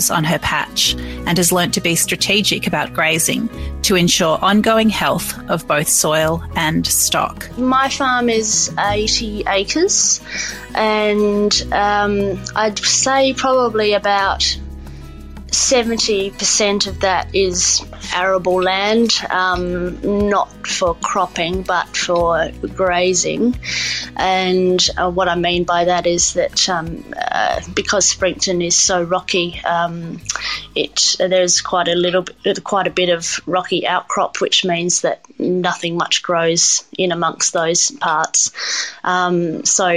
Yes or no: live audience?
no